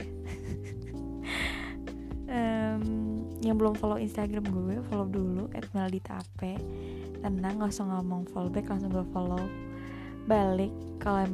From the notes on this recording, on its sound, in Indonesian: Maaf kalau didalamnya mengandung unsur suara luar karena rekaman ini masih dalam tahap biasa.